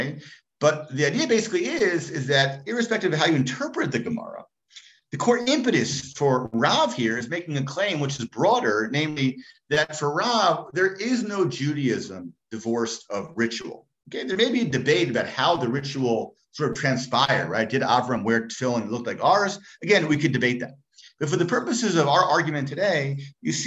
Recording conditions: video call